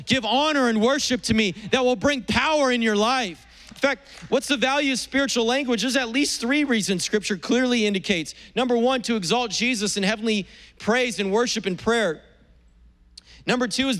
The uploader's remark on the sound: was preached on April 25th at the 10AM service.